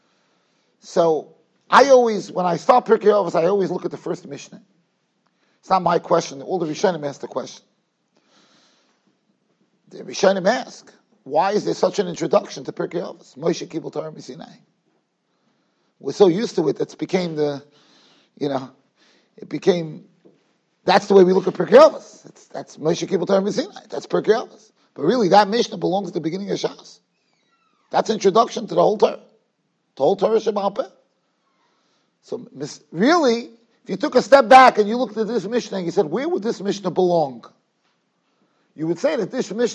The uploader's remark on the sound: Shiur recorded in Yeshivas Ohr Reuven, Monsey NY.